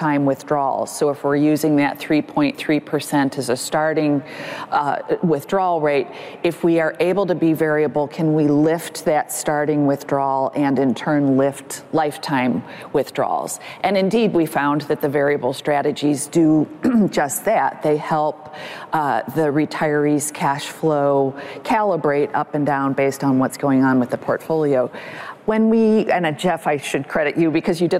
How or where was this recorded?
live audience